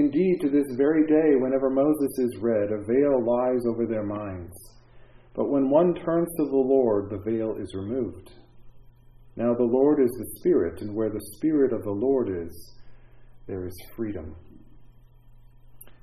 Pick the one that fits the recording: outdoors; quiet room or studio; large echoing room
large echoing room